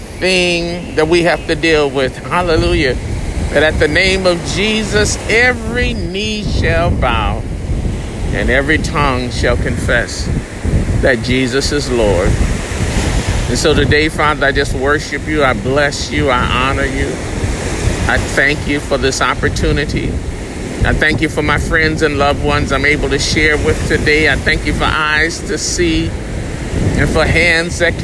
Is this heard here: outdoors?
yes